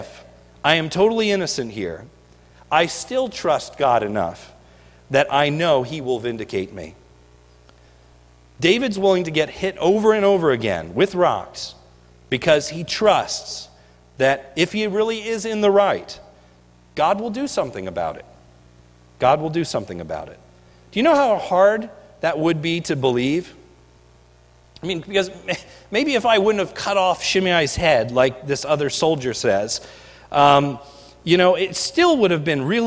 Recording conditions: large echoing room